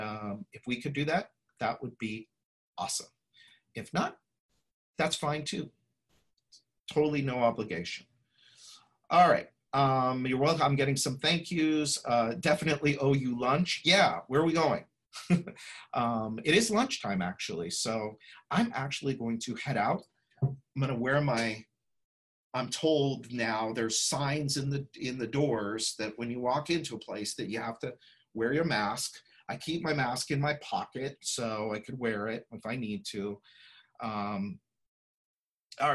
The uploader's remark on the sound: Listen to this replay of the LIVE webinar.